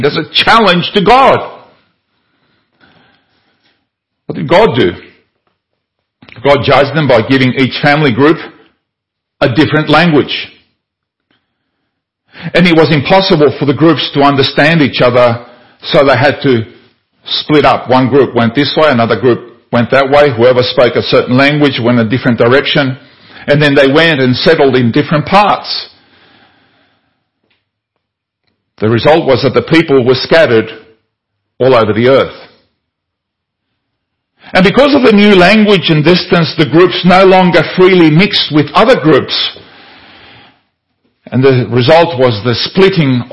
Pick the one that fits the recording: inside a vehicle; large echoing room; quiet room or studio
large echoing room